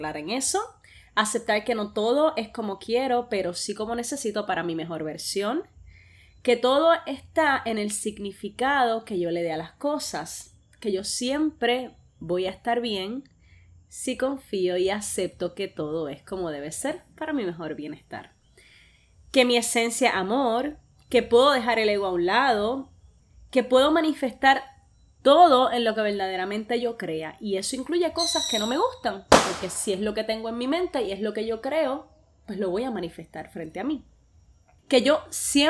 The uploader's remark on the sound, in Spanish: Justo acabo de grabar este audio so puede que escuches petardos, y veinte vainas que andas explotando por mi casa.